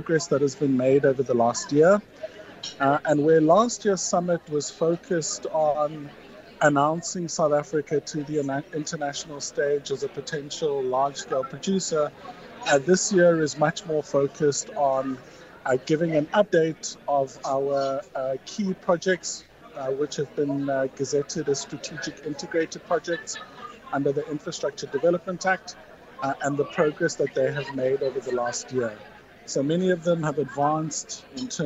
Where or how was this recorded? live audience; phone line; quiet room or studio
live audience